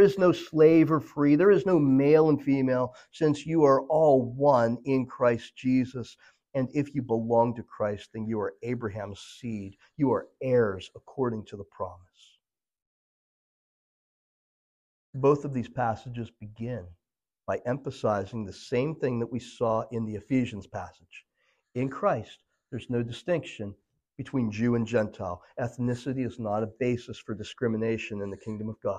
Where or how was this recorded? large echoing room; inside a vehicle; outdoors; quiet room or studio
large echoing room